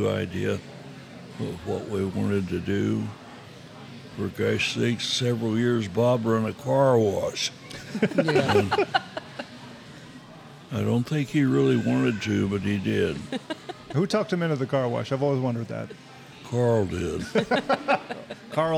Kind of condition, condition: setting, busy venue